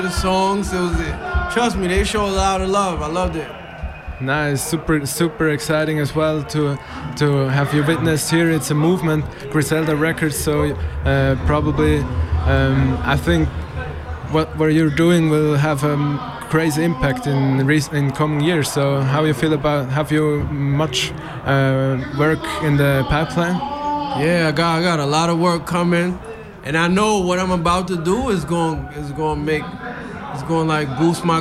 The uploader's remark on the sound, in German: Live vom Hood Look Good -Festival. Make the Hood Look Good live aus Aarau. Live vom Hood Look Good -Festival.